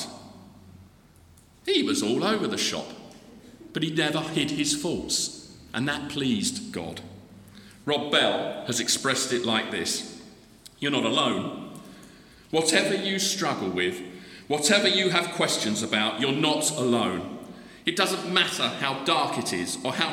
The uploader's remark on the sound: The Recovery Course Conference Keynote Address